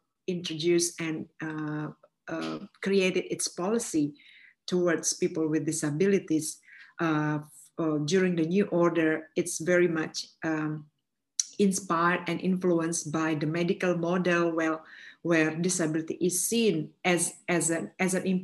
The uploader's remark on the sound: CAUSINDY Online Webinar Series